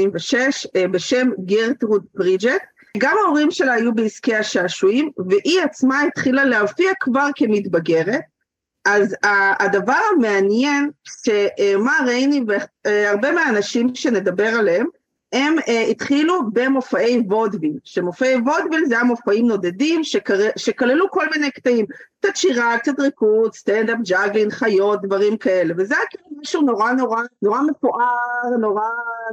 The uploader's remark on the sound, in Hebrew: הקלטת הפרק התרחשה בזום ולכן האיכות לא בשיאה.